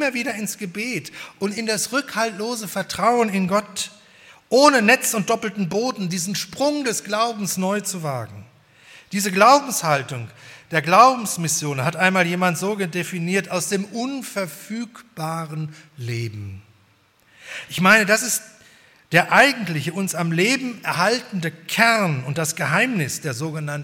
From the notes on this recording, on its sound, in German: bei der 120-Jahre-Feier der Liebenzeller Mission